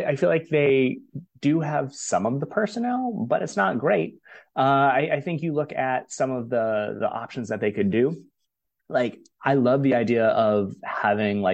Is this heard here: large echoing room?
no